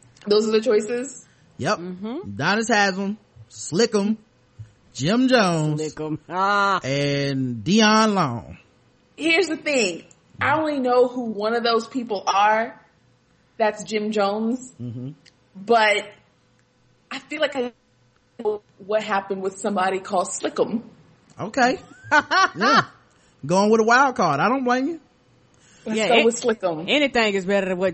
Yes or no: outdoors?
no